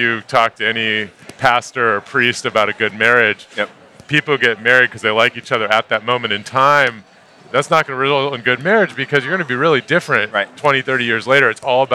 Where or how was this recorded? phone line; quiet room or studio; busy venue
busy venue